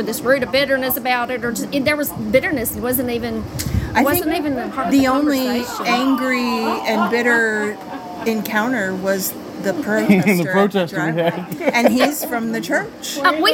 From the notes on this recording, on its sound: an interview on location, at Called To Freedom